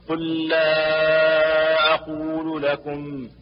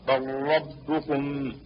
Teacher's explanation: ويجب إدغام هذه اللام بمثلها وفي الراء · Term: إدغام اللام